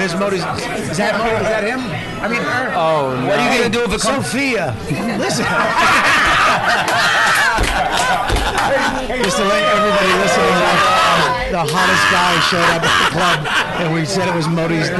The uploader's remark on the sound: live broadcast from the Comedy Cellar